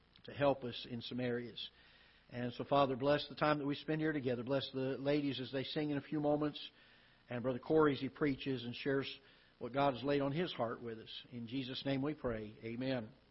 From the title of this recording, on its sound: Ketha Heights Baptist Church ~ Live Broadcast